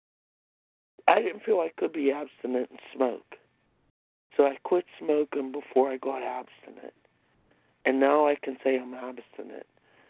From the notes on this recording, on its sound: 100 Pounders Phone Meeting